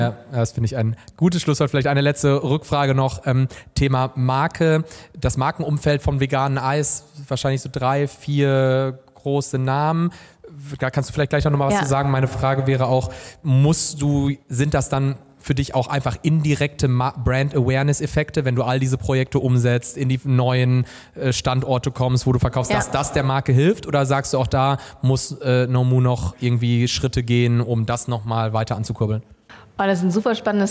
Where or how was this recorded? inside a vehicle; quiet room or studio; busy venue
busy venue